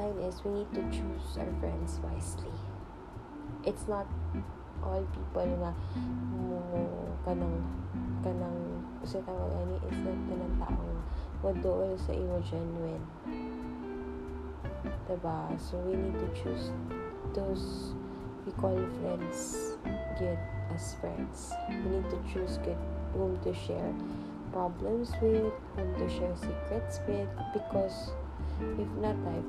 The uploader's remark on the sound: please excuse our aircon noise